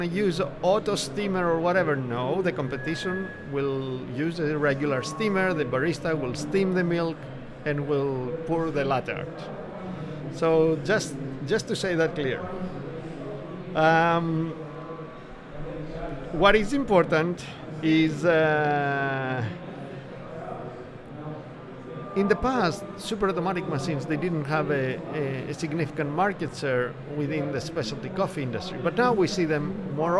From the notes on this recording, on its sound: Map It Forward and DXB Live is proud to present a selection of podcast episodes that were live-streamed from the show floor at World of Coffee Dubai 2024 on Jan 21-23 2024.